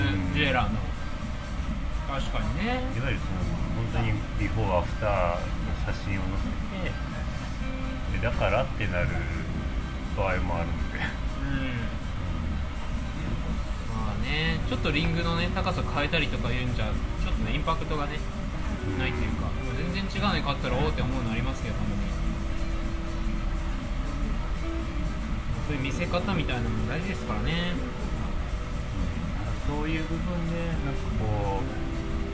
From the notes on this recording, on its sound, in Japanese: 飲食店での打ち上げトークのためノイズ多めでお送りしています。